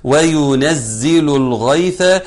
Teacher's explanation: اللام بتاعت لو واللام بتاعت لل لازم ناخد بالنا منهم ونفصل بينهم فصل جيد